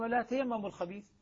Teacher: البزي يقرأ بإدغام التاءين فتصبح تاء مشددة إذا وصلت بما قبلها. بما قبلها طبعا حالة إذا ابتدأنا بها فهي تاء دون إدغام، لأنه لا يجوز أن أبدأ بساكن.